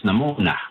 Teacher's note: in the N dialect is namona, with an N instead of the Y or the TH in there